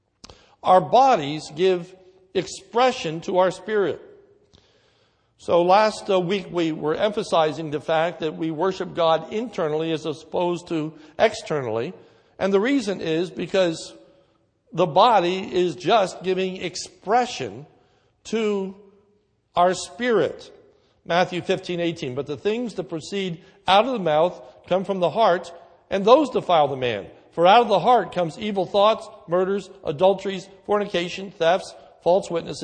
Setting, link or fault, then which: setting, large echoing room